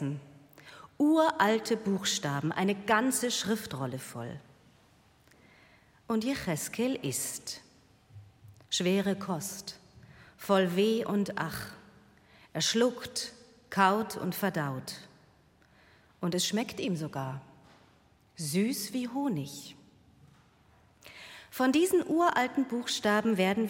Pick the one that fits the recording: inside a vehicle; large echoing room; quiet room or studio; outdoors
large echoing room